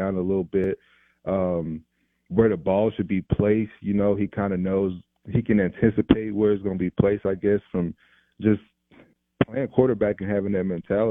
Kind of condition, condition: link, phone line